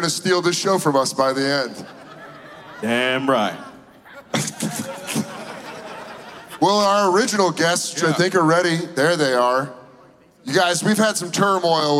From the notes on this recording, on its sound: The Bonfire at Skankfest in Las Vegas live before hundreds of beautiful Skanks!